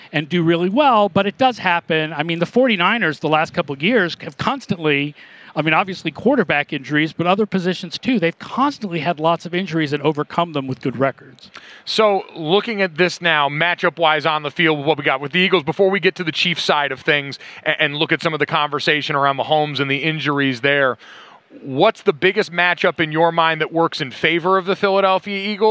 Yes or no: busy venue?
yes